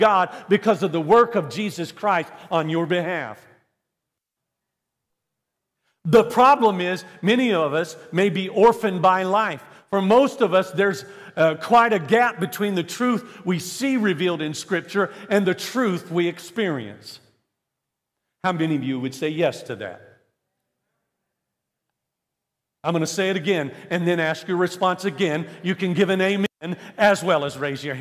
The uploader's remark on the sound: This message was recorded live from Central Assembly of God, Bethlehem Pennsylvania.